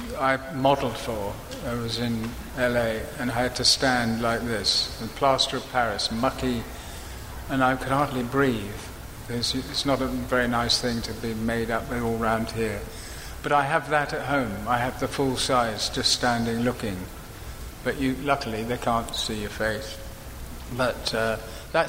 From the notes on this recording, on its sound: live at Salt Lake Comic Con